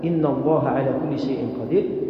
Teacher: اللام غير مطبقة، مفخمة غير مطبقة